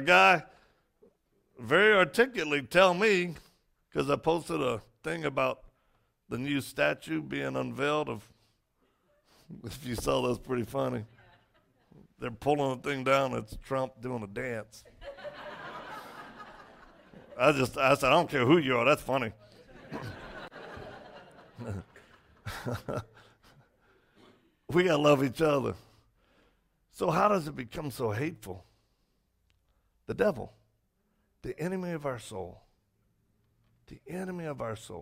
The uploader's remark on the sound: Message recorded from Rise Church